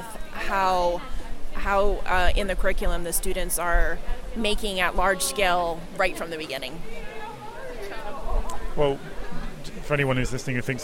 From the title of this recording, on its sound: live from day one of NCBDS 32